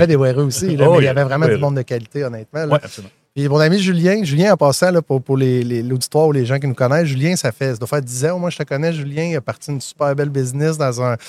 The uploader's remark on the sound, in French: en direct de Stratégies PME